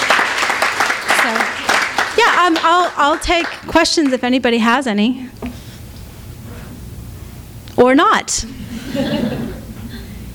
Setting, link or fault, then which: setting, live audience